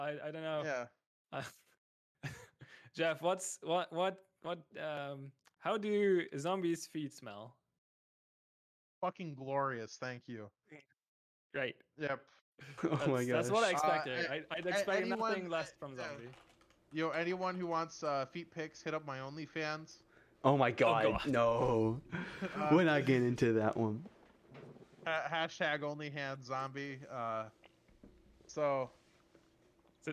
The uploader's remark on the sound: We are aware of the quiet audio and working to resolve this ASAP.